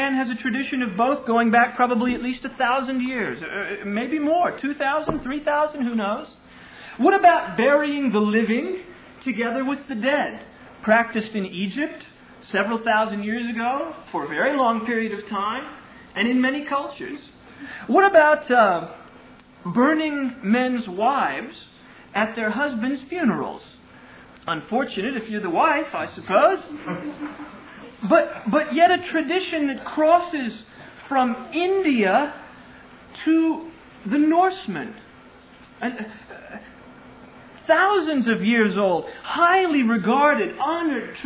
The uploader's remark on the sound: Originally delivered on 27 August 2000 at Sovereign Grace Baptist Church in Van Alstyne, TX.